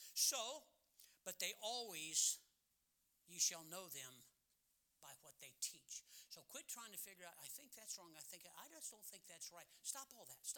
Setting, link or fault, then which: setting, large echoing room